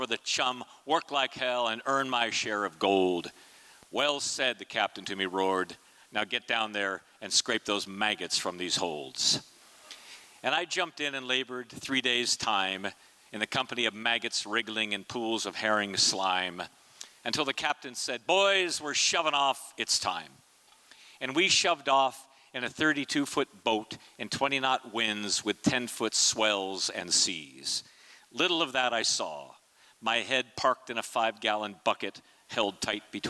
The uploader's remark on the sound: performance was recorded at the Liberty Theatre on Friday, February 24th, 2023.